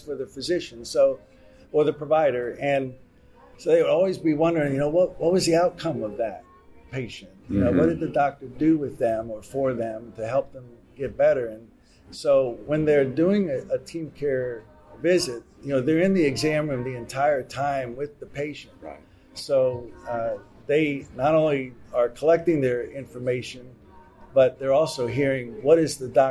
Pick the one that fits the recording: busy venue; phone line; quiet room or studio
busy venue